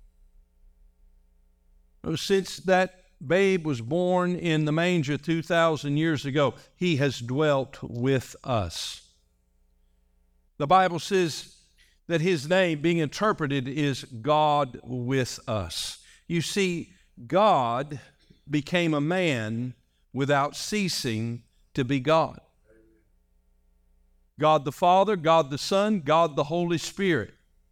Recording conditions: large echoing room